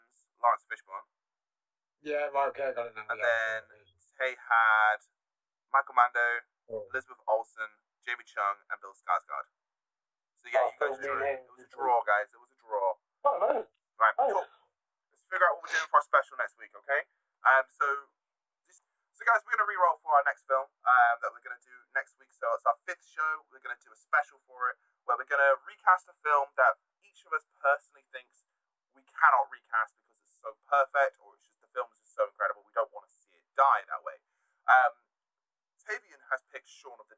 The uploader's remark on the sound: Still having a few issues with sound we are working on it as best as we can I promise.